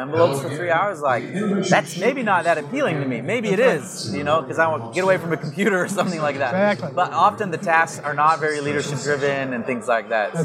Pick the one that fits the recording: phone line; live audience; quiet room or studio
live audience